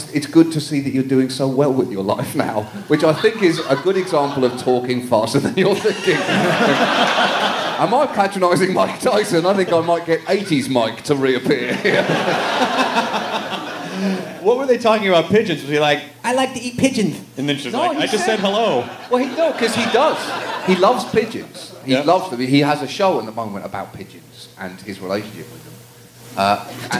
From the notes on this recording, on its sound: Recorded in front of a live audience at SxSW on 3.14